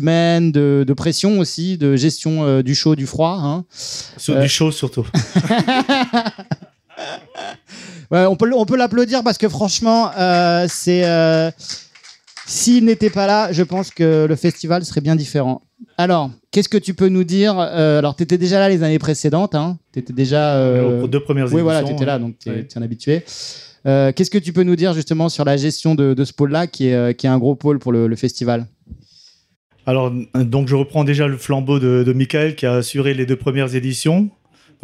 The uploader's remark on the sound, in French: Au troisième Festival de la réconciliation. Une émission enregistrée en public au stand d’ERFM !